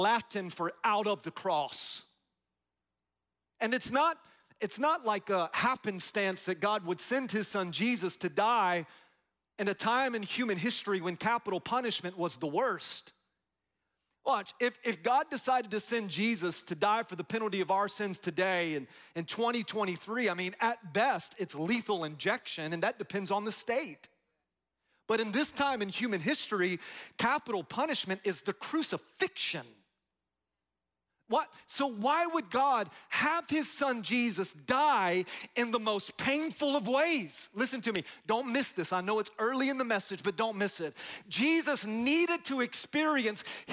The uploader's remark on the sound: Easter At GO Church